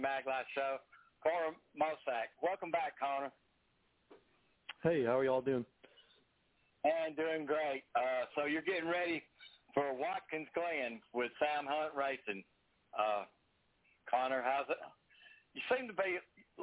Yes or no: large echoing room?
no